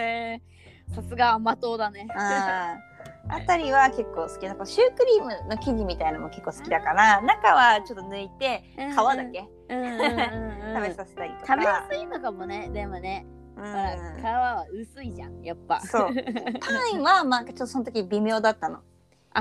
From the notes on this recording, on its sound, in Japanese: このラジオはリモートで収録しています。電波が悪い場合、会話がズレることがあります。聞きづらいかと思いますがご了承ください。